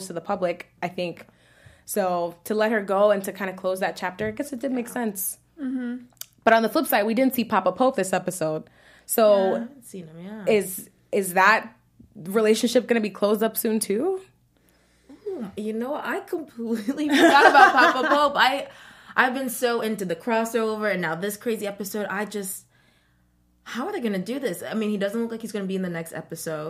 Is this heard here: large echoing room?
no